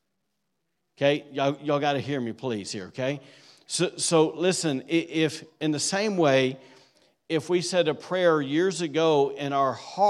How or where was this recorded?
large echoing room